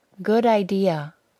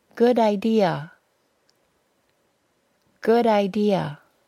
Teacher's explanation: The final D sound of the word good also sounds like it is the first sound in the word idea. · Term: linking